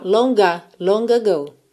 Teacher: na segunda eu uso esse G para ligar na vogal A